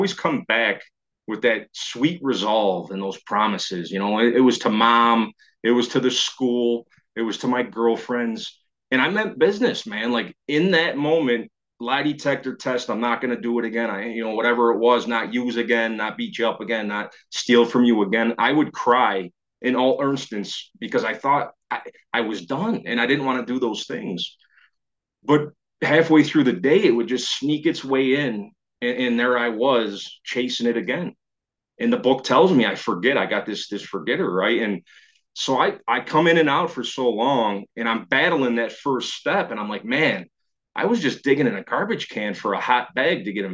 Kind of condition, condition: link, video call